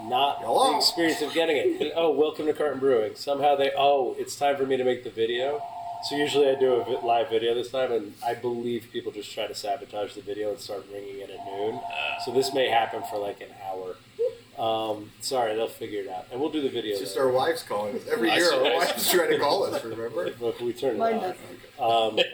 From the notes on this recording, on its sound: 3/4 of us couldn’t make it down this year (kids, work), so. Fired up the pocket recorder and did an impromptu DIY session. You’ll notice a bit of a difference in audio quality this week and next.